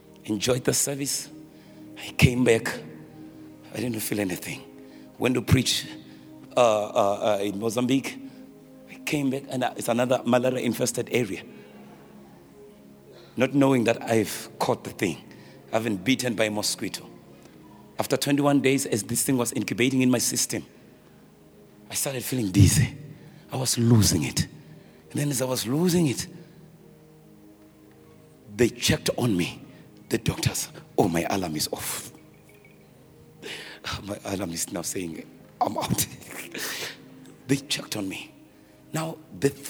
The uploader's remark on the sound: preached at our Annual Home Coming Conference, Word Explosion 2023, hosted at Grace Bible Church Pimville on the 06th of October 2023